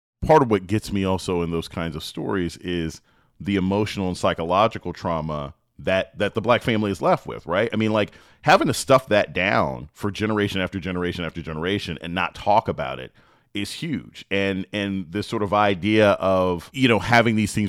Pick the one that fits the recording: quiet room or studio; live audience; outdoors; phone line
quiet room or studio